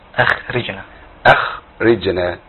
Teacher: يبقى الخاء عندي هنا متوسطه التضخيم